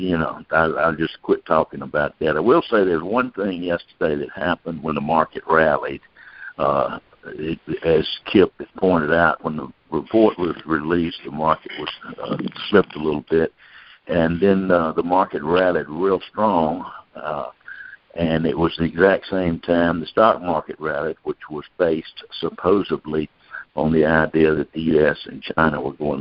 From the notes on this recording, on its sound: Monthly Conference Call On Cotton.